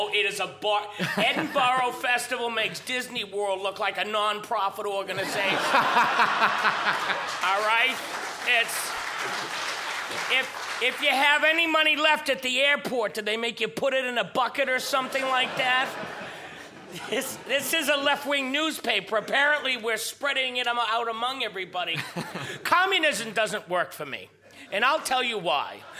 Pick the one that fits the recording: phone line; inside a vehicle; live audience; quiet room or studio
live audience